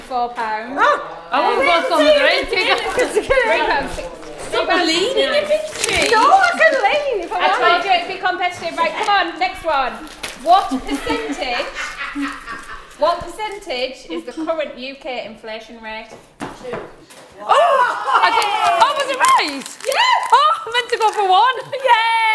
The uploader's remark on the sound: Join us for a very special 'back to school' episode jam packed with fun finance facts, lots of games and even a live audience!